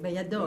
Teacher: I'm sorry, the accent is at the end.